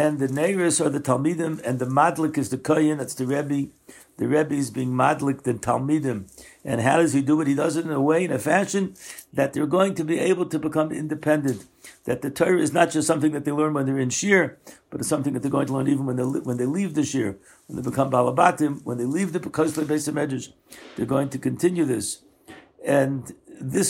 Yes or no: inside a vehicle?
no